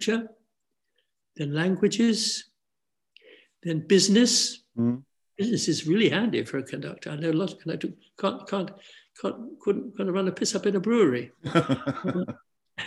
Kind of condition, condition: link, video call